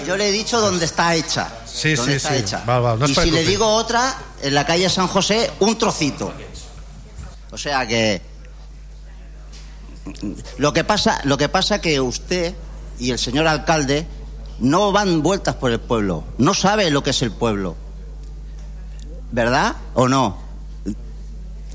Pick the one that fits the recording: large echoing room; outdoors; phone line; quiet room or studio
large echoing room